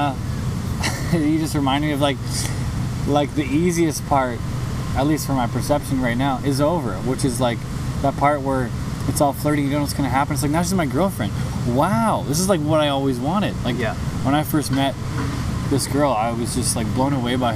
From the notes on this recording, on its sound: Podcast in the Park. Recorded in Coal Harbour.